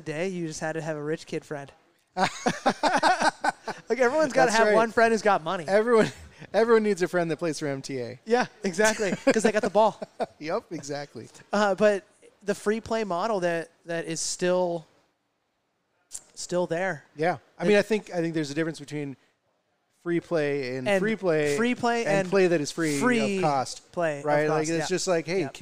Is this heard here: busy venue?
yes